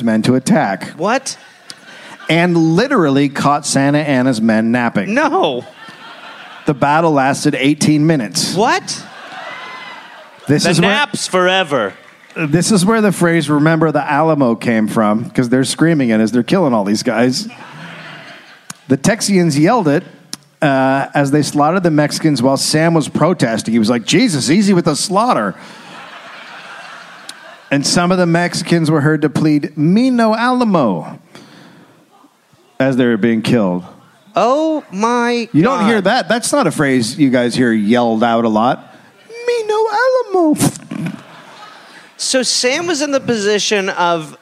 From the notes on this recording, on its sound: Recorded live in Dallas.